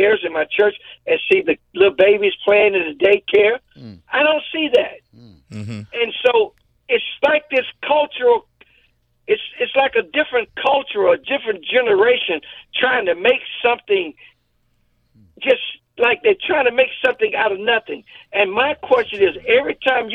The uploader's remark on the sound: called into the show